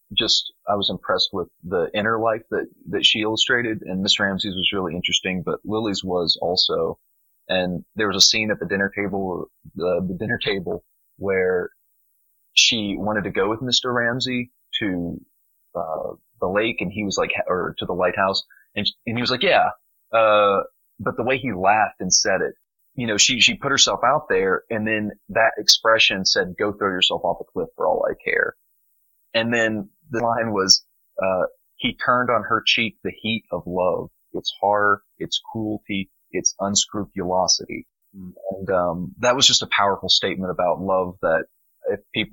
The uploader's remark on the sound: This discussion first appeared in our Not School Group. As an early recording, please bear with the sound quality.